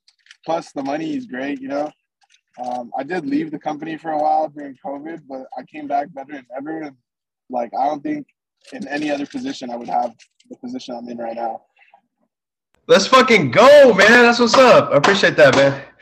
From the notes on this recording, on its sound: hang out on zoom